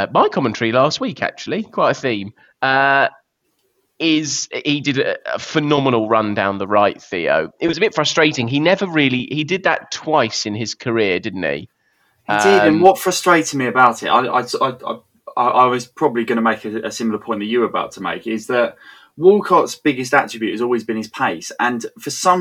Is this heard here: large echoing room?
no